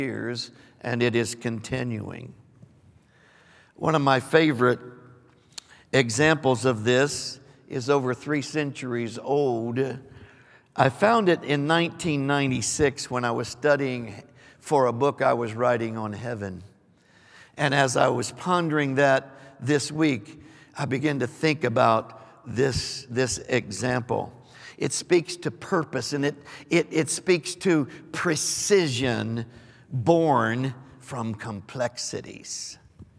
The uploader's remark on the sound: Recorded live on 1/15/23.